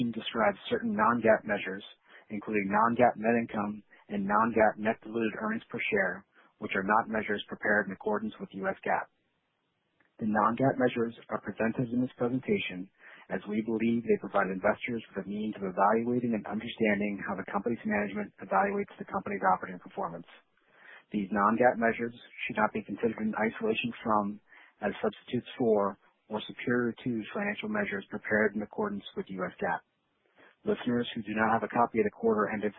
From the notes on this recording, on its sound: Q3 2020 Results Conference Call